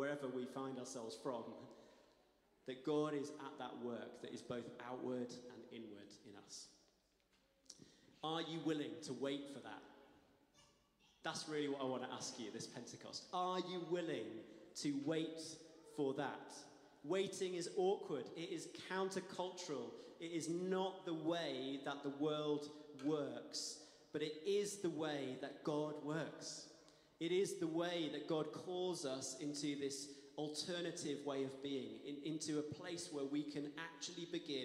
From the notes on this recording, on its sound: Streamed live at St Paul's Shadwell on Sunday, 28 May 2023.